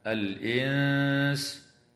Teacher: وتخفى النون الساكنة عند السين مع الغنة